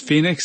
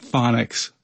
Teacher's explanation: Change the first O sound to a short O and you get phonics.